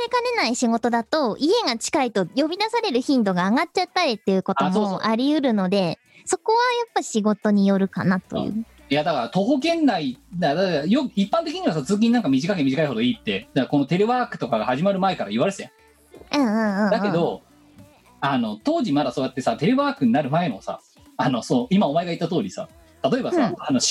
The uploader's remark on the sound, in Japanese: 本番組はリモート収録です。収録時環境の影響により、聴き取り辛い部分があります。今週もリモート収録で四苦八苦。